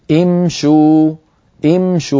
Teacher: يضمون الشين من أجل مجانسة واو الجماعة، وهذا أسهل عليهم في النطق